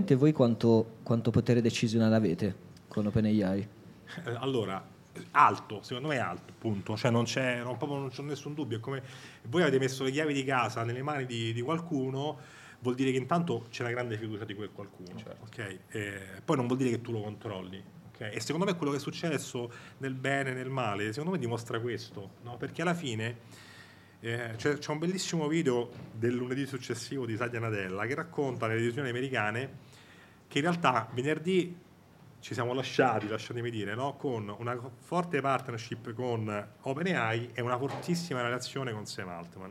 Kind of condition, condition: setting, busy venue